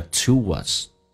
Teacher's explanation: to 跟 us 中间有一个连音，元音跟元音之间的连音不是加我就是加也，那这个加个我叫 to us